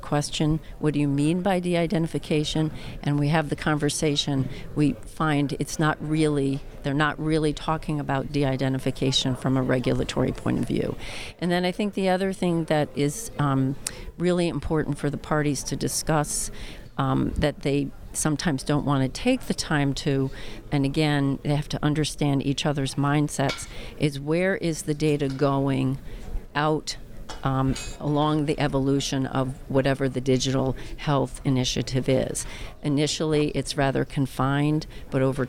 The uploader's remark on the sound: Live from JPM